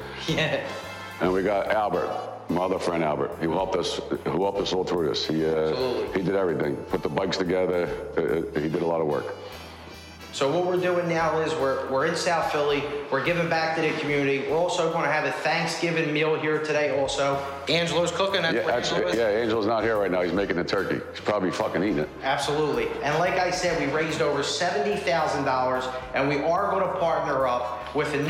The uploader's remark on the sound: live at their turkey drive